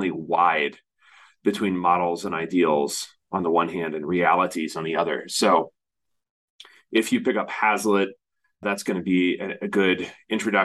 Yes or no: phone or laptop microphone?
no